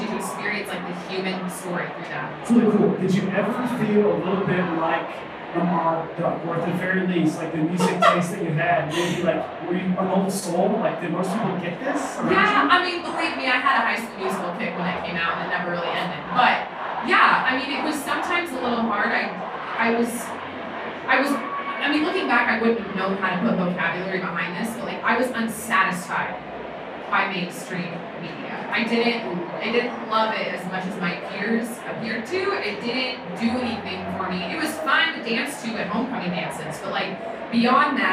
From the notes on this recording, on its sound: Live from SEEK2019! At the SEEK conference, which took place in Indianapolis in early January.